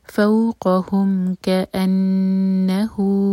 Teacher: ہا پر ضمہ ساتھ میں واو ہے تو یہ ہے مد صلہ صغرہ دو حرکت نیچے جائے گا